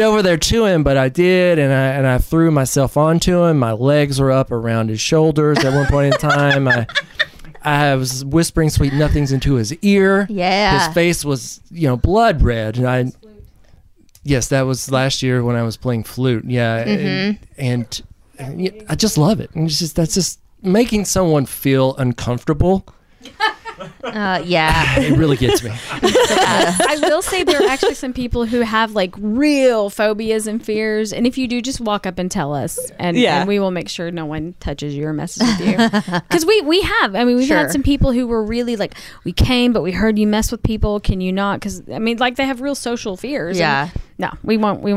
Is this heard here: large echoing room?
no